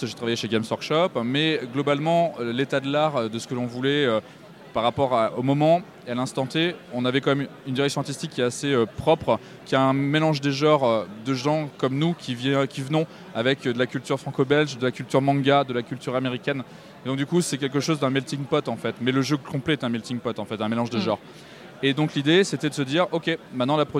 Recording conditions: busy venue